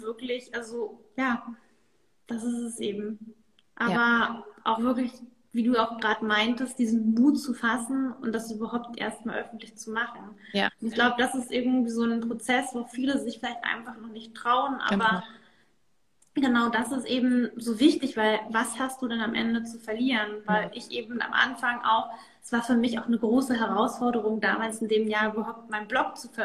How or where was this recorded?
video call